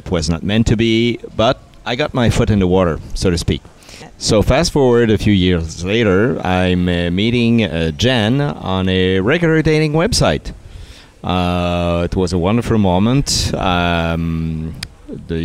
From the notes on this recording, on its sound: broadcasting on location at Hedonism II in Jamaica